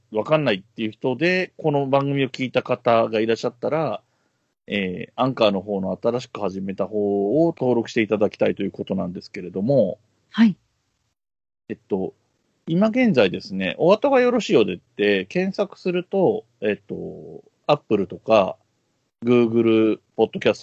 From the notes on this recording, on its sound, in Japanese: Skype収録音源。